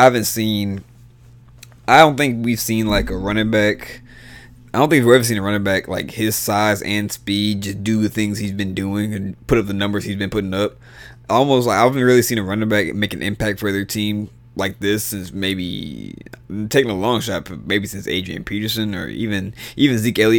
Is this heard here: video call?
no